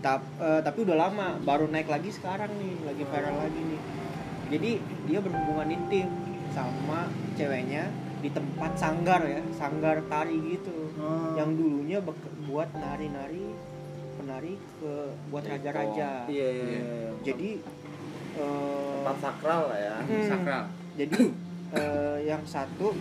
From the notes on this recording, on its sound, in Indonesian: Kita recording situasi ramai karena kami selalu terganggu ketika record tengah malam.